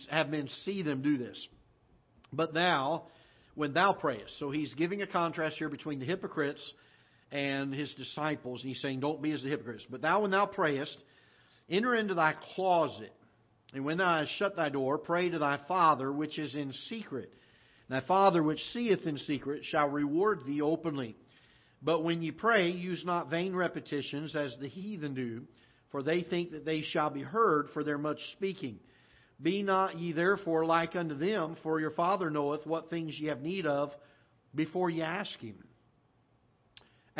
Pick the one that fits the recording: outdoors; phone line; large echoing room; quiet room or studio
large echoing room